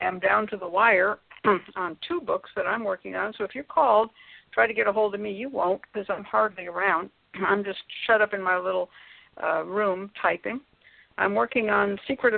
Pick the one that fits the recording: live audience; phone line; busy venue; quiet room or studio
phone line